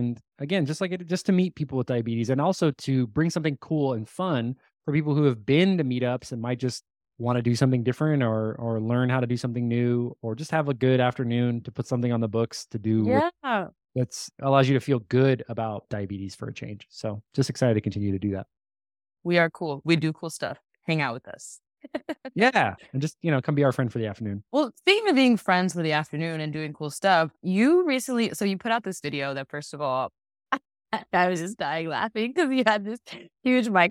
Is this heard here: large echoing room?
no